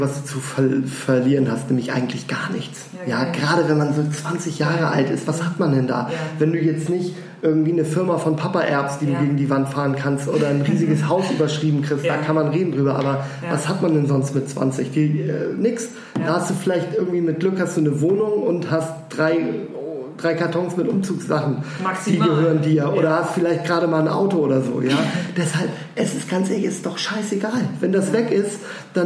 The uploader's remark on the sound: Eat.share.live - restart 2019.